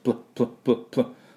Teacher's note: P と L ダイレクトにくっつけてください